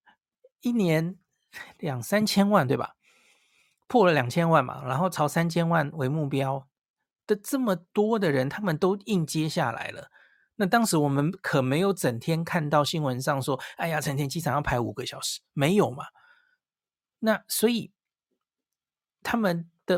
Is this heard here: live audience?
no